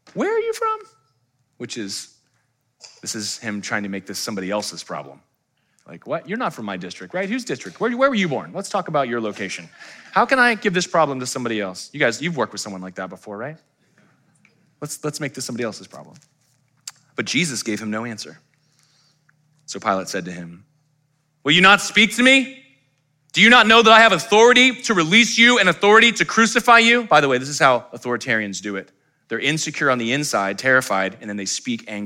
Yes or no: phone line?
no